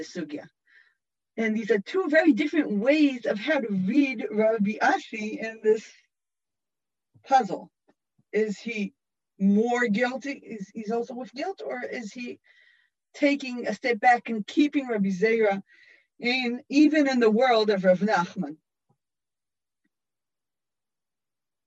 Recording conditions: video call